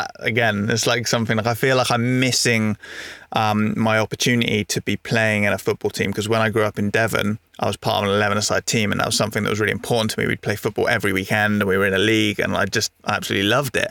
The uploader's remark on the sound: Recorded in our little rusty van, Jits, where we have parked up at a layby, next to horses and their foal.